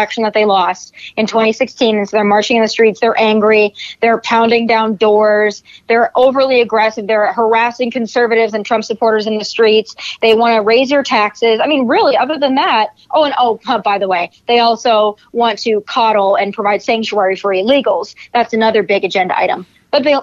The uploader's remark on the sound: called into the podcast